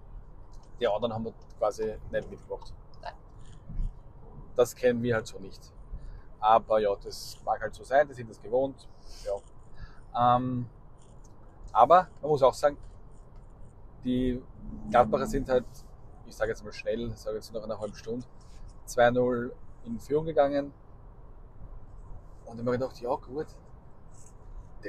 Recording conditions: poor sound quality